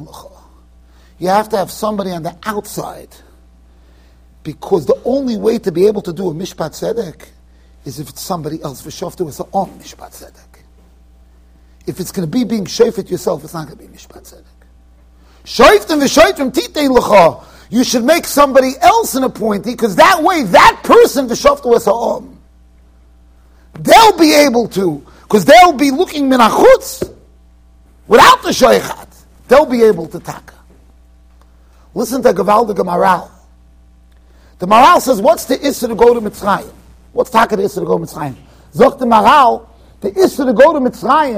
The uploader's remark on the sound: Shiur recorded in Yeshivas Ohr Reuven, Monsey NY.